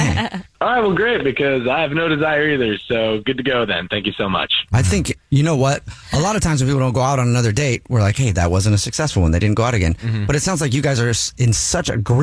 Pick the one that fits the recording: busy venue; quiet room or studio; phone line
phone line